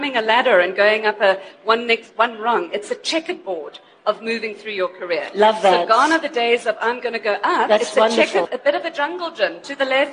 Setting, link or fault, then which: setting, live audience